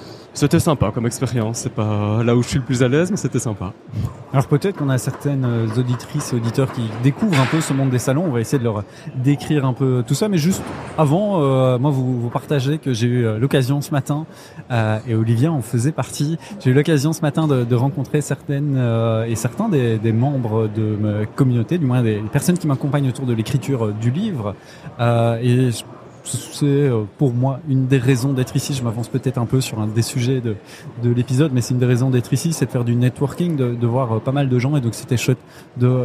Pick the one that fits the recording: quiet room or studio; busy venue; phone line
busy venue